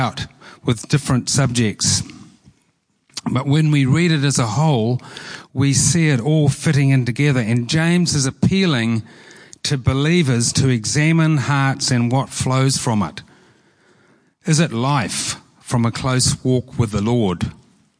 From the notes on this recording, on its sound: Preached at Horsham Downs on 13/08/23